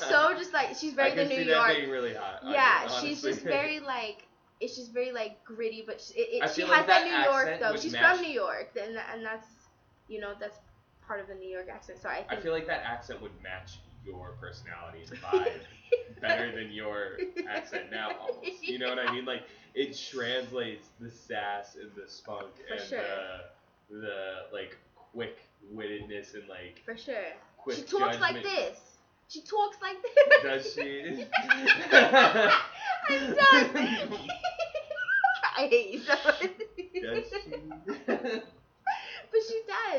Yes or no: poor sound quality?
yes